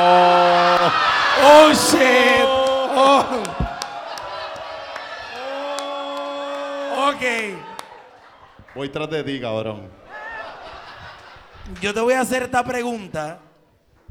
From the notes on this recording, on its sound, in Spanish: Fue el súper invitado especial de Siempre es Lunes Live: Primer Aniversario. Contestar preguntas frente a la Gentuza celebrando el primer aniversario en vivo.